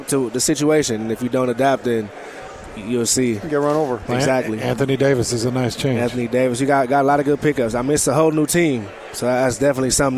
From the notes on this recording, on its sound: live from Pac-12 Media Day